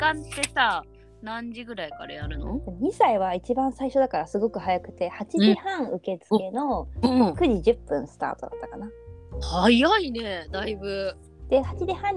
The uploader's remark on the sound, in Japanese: このラジオはリモートで収録しています。電波が悪くて会話がズレてしまう場合があります。聞きづらいかと思いますがご了承ください。